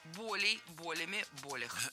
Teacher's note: неподвижным ударением на корне, поэтому всегда ударяем первый слог